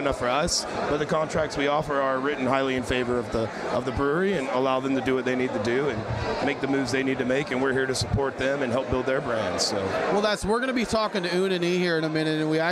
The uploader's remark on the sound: Live from The Juice Strikes Back Beer Fest!